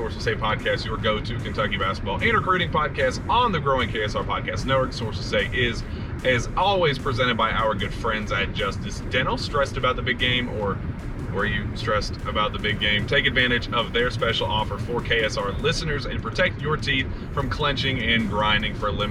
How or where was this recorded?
inside a vehicle